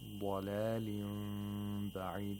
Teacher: The mouth does not completely close. There is a slight opening between the lips. And at the same time, you have to make a nasal sound for two vowel counts. · Term: iqlab of nun sakin